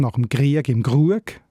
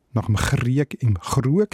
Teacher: So normal Schweizerdeutsch ist das Zungen-R nach dem Krieg im Krug. Also weiter vorne. Weiter vorne, an der Zungenspitze. · Shown in: second take · Also das ist jetzt nicht nur in Basel, aber in der Kombination mit anderem ist es auch typisch für Basel.